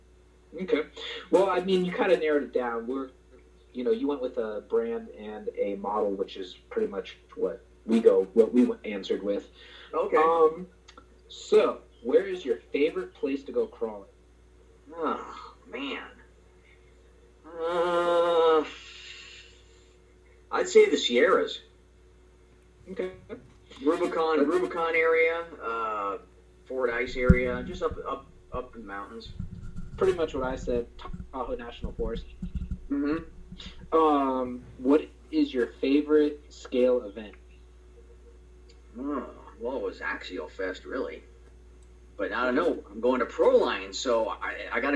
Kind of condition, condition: fault, poor sound quality